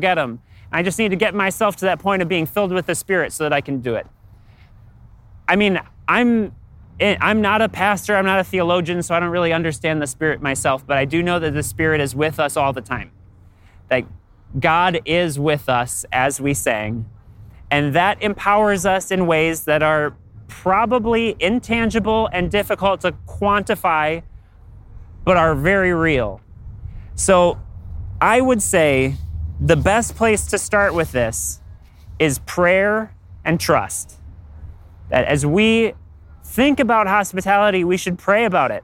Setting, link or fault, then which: setting, outdoors